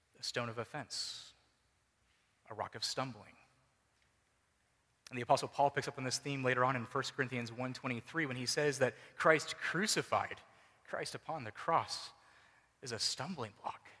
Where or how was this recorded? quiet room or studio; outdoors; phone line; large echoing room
large echoing room